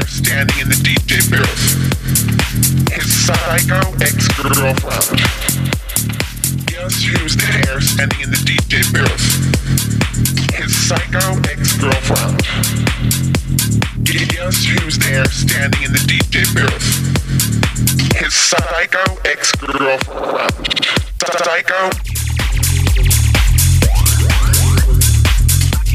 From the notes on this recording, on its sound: A 4 hour recording of a club night in downtown Minneapolis, MN celebrating 6 years of Trance Paradise. Originally aired on Afterhours.FM.